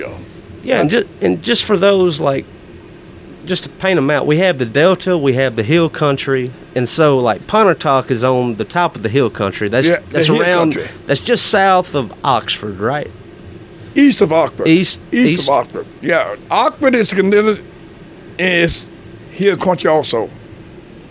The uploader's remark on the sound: during the 50th Annual Blues Festival at the Blue Front Cafe in Bentonia, MS.